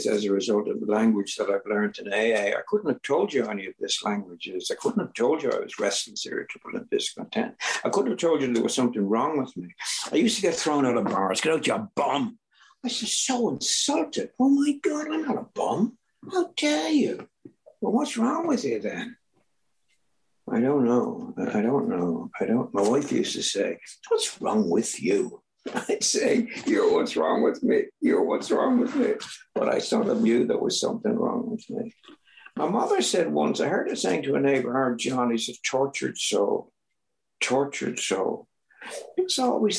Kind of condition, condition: link, video call